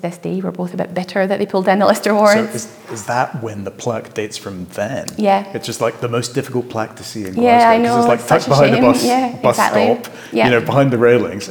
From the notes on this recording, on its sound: In our first ever live podcast recording. This conversation was recorded in front of a live audience in the museum at Glasgow Royal Infirmary.